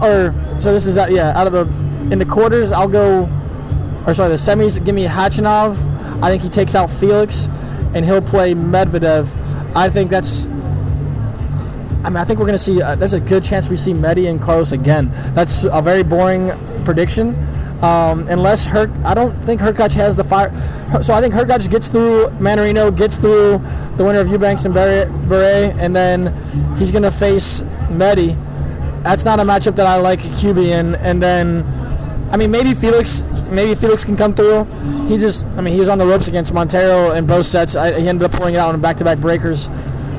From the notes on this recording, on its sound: Despite the background noise in the confines of the Hard Rock Stadium, really enjoyed these two conversations!